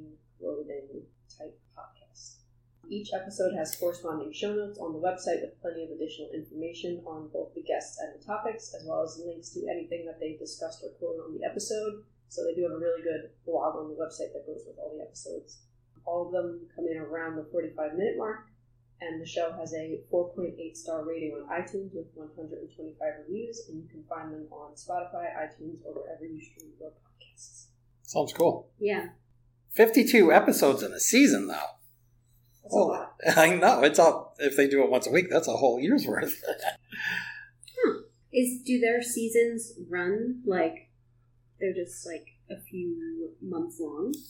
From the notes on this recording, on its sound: Please excuse the poor audio quality. We accidentally recorded the show using the laptop microphone.